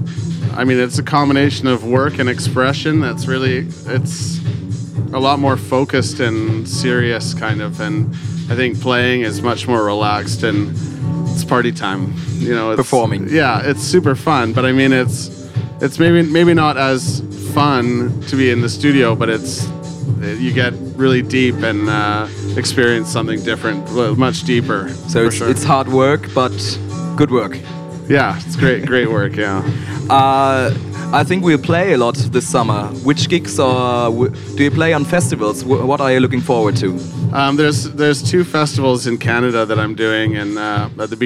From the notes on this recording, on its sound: live aus der Else